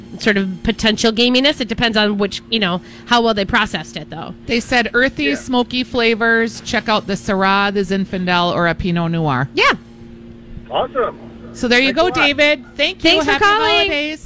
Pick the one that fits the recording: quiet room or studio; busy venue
busy venue